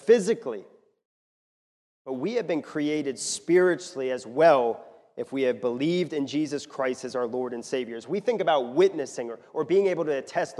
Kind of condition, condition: setting, large echoing room